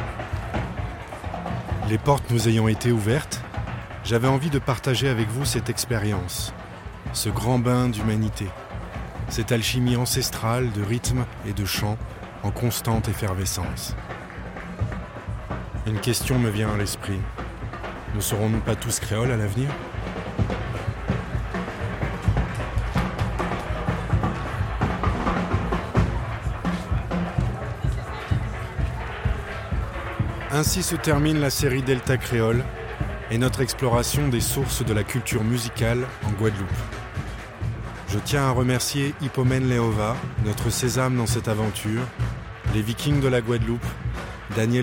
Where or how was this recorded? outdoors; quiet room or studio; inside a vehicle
outdoors